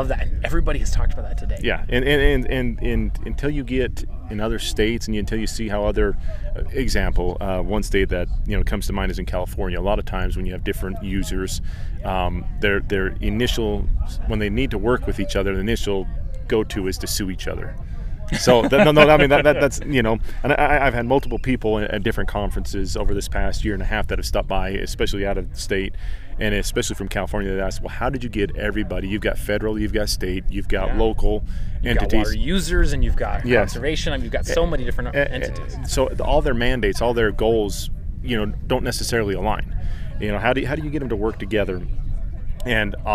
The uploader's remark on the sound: These interviews were recorded at the June sucker commemoration event, held outdoors at Utah Lake State Park. You may hear some planes flying into Provo Airport in the background.